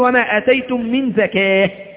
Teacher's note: إذا أردت أن تقف عند كلمة زكاة تقول مثلا وما آتيتم من زكاة، سوف تقف عليها بهاء، ولن تقول وما آتيتم من زكاة مثلا، لا، إنما تقف وتقول وما آتيتم من زكاة. · Term: هاء تأنيث